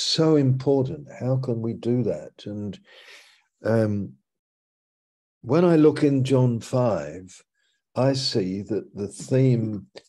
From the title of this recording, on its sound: Malaysia Meets (Zoom)